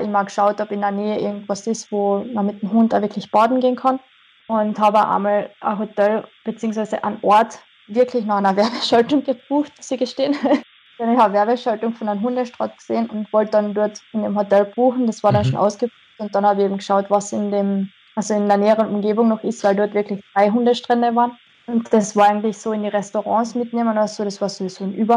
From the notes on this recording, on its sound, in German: ein Telefoninterview